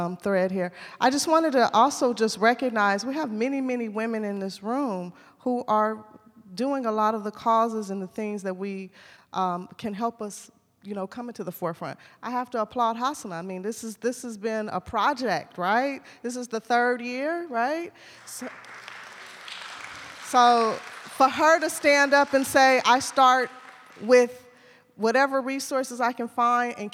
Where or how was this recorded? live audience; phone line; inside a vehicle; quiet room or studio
live audience